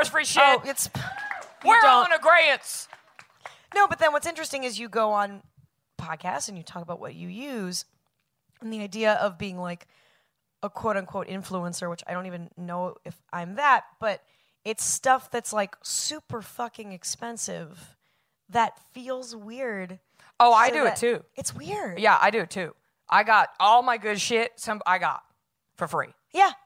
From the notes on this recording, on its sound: LIVE at SXSW. Live on the SXSW 2018 Podcast stage.